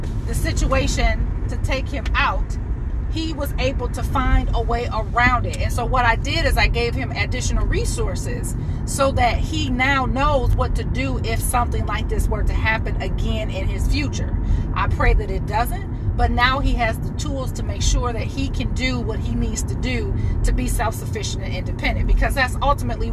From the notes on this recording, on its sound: While my teenage son was in the car, we were discussing driver safety